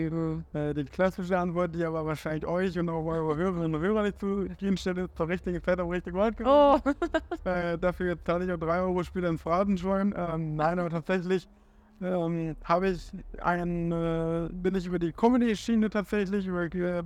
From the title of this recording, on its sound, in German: Live vom Parookaville